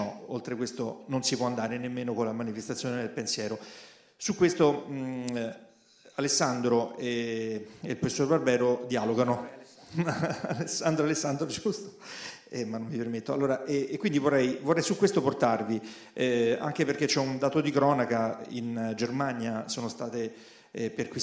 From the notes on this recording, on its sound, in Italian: Roma. Audio registrato in loco.